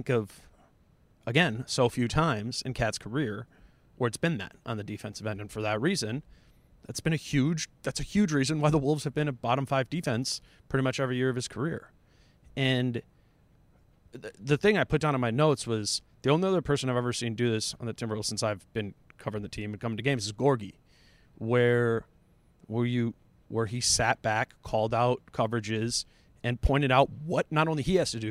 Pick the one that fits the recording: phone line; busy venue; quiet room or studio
busy venue